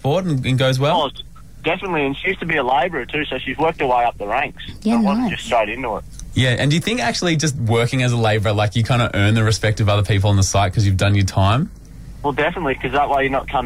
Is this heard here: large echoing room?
no